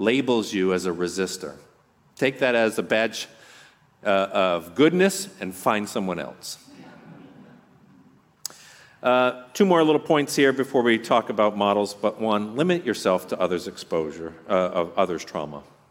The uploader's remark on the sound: on this podcast you’re going to hear a talk from our last RESTORE conference